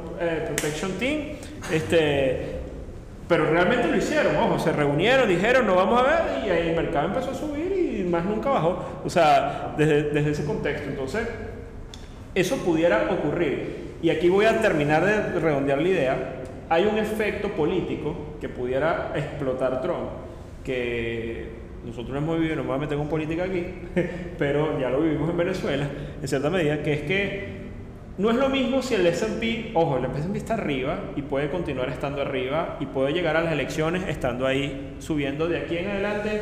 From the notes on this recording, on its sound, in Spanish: Nuestro episodio en vivo desde la ciudad de Caracas, donde hemos tenido la oportunidad de compartir una mañana estupenda con asistentes, desde los espacios de Synergy Vision.